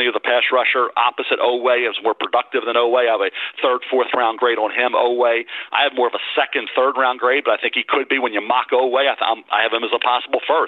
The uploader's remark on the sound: NFL Draft Conference Call